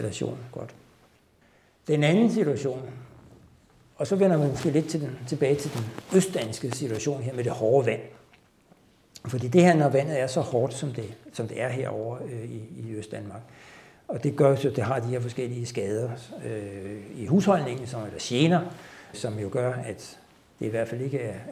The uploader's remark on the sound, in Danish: live optagelse fra Science Stories videnskabssalon